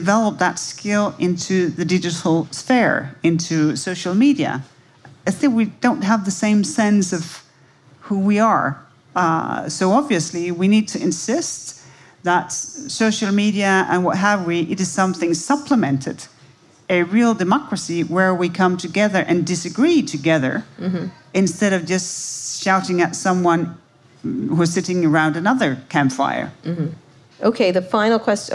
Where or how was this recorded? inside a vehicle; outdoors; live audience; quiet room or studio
live audience